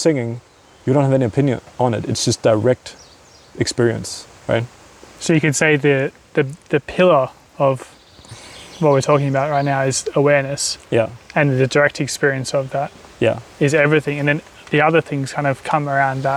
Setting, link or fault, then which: fault, sounds in the background